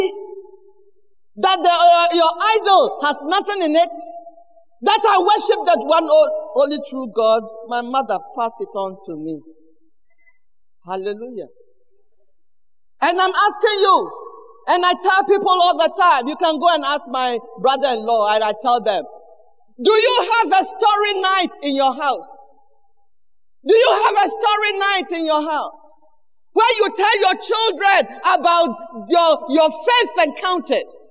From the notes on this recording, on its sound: Sermon preached at CBC Shiashie Campus